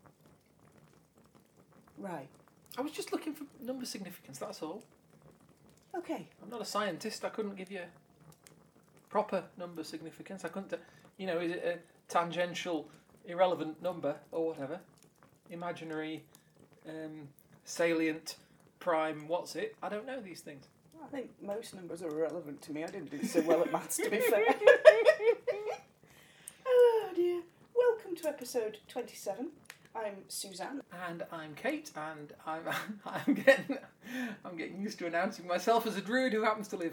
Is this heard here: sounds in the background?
yes